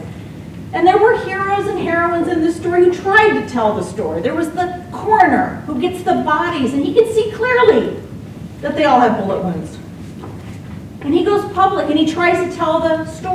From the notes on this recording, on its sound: Apologies for the quasi-'field recording' style of the audio here.